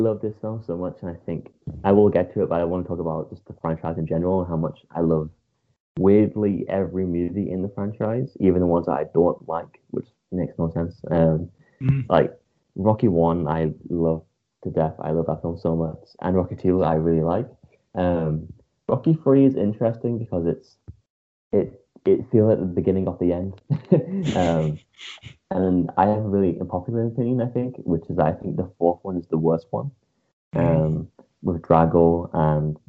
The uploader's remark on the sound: our audio has taken a slight drop this week due to a few technical difficulties